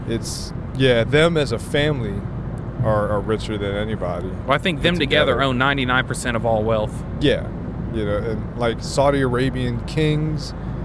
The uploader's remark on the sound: ROADTRIP (Podcast while driving shenanigans).